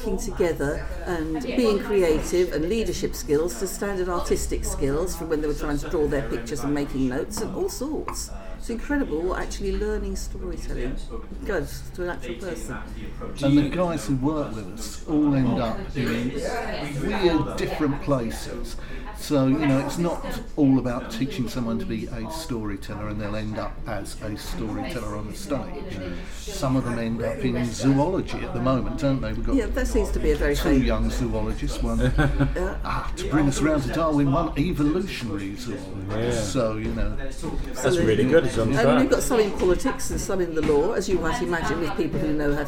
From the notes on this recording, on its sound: Thank you to the Shrewsbury Coffee House for letting us record downstairs in their great cafe, it made for a brilliant atmospheric show.